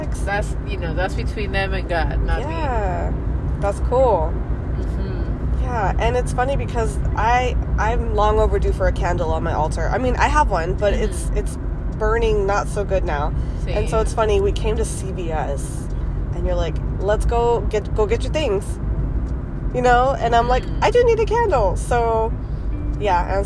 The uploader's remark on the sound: Hit record during a deep conversation in the car while going home. They have a paranormal experience live while still recording.